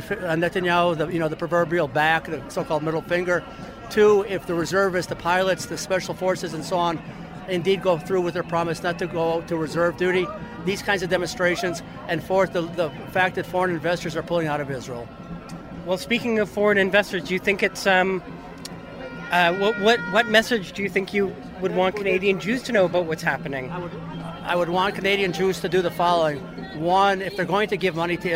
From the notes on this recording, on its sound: Mass protests in Israel: Hear from The CJN on the ground for the “Day of Disruption” in Jerusalem. Amid all the flag-waving, drumming and horn-blowing. Grabbed his microphone to hear from protesters.